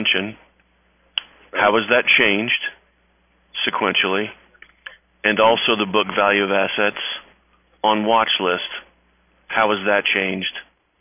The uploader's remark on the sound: Athene Fixed Income Investor Conference Call